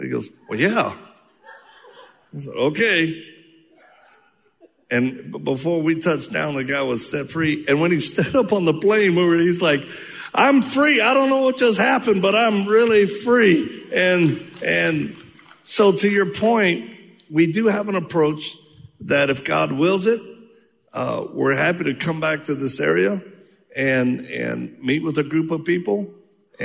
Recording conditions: live audience